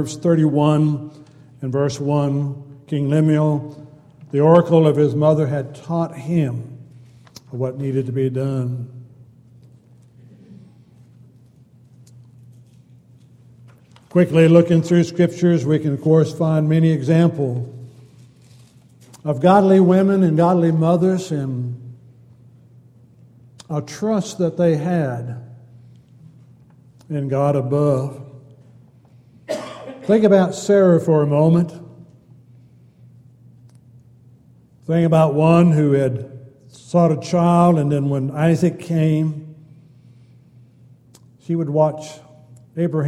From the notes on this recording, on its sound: Downtown Church Of Christ Audio Sermon